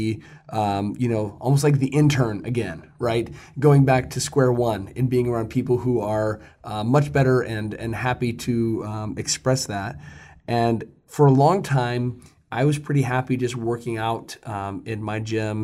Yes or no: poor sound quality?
no